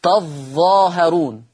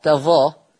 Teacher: شدد الظاء بس، يعني ورش بيشدد الظاء